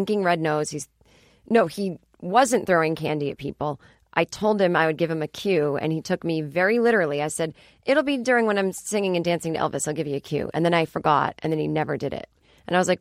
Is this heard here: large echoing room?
no